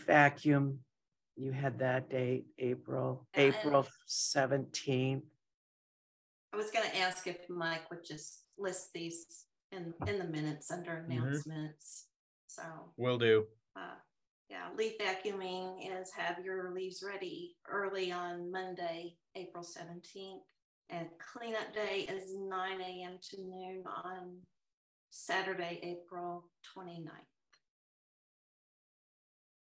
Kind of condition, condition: link, video call